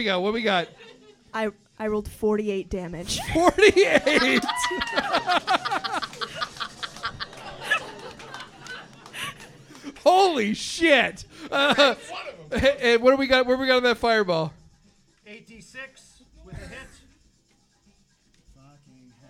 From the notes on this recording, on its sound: We thought we’d give you an audio taste of our new live show at Lincoln Lodge theater in Chicago!